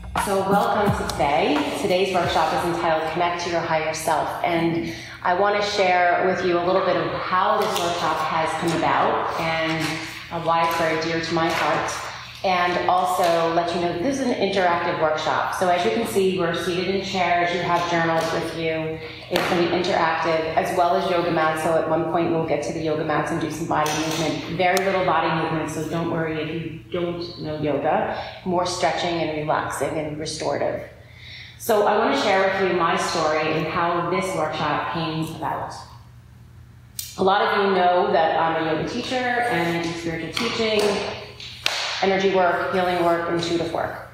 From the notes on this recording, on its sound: Today's show will include parts of a live workshop